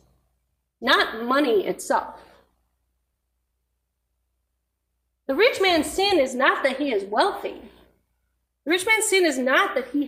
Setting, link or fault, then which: setting, large echoing room